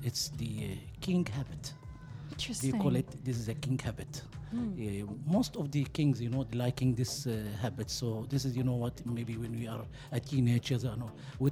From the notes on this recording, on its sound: Live from SHD 2023